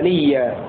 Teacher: فلحمزة وقفا إبدال الهمزة وإضغامها